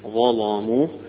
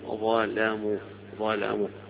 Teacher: الظاء مفخمة فخم اللام معها كأنه إتباع في التفخيم · Shown in: first take